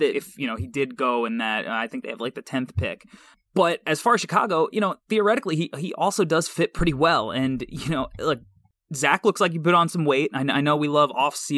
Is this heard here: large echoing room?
no